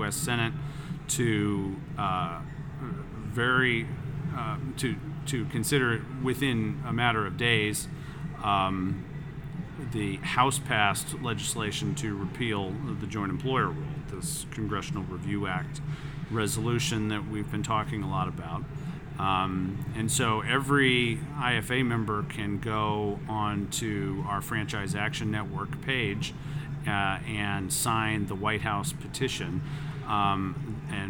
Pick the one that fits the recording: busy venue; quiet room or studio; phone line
busy venue